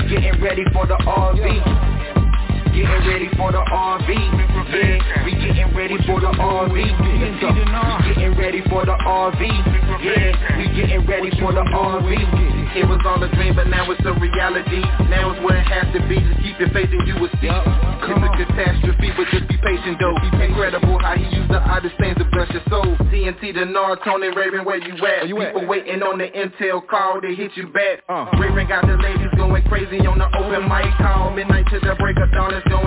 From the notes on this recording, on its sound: Conference Call